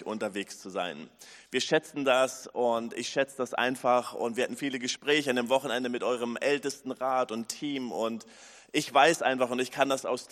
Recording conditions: large echoing room